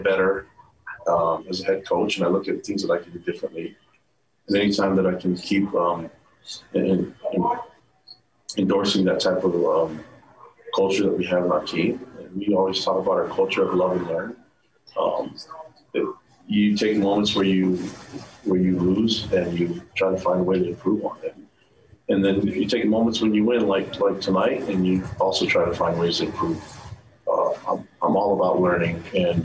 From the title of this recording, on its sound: Postgame Press Conference